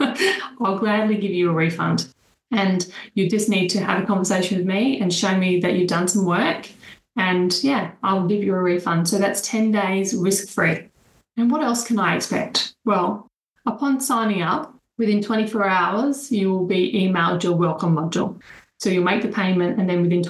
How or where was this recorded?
video call